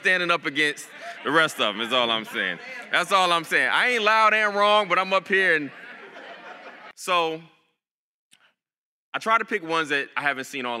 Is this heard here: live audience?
yes